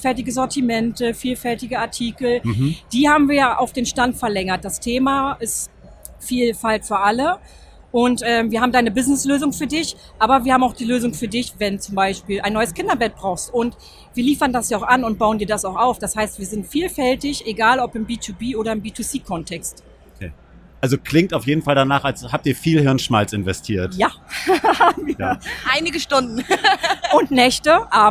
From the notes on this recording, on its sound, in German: live von der OMR